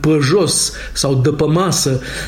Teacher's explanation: accentul bucureștean, cu toate acele ă-uri în loc de e